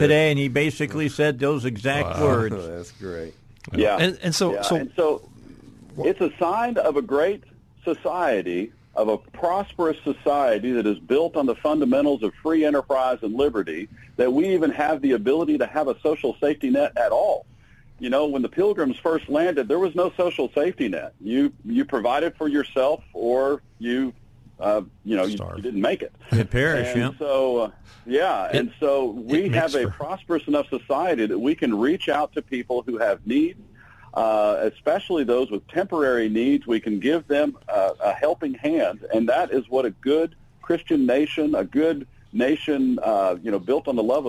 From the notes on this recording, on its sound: The Monday morning power panel got the week started with call ins.